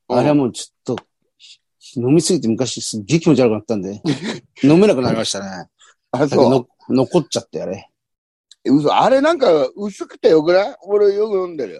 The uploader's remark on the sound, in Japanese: ZOOMで収録